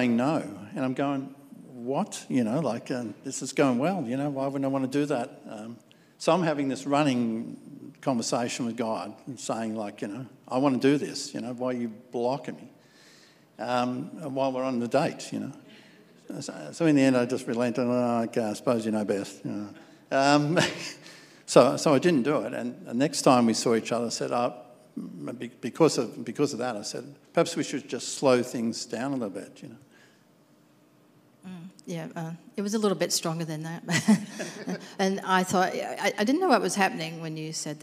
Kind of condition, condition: setting, live audience